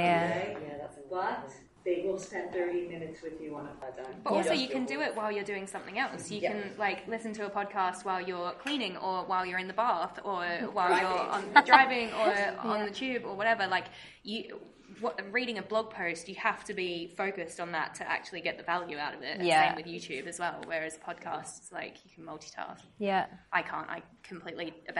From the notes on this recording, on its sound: Episode I recorded live from Traverse 18 in Rotterdam.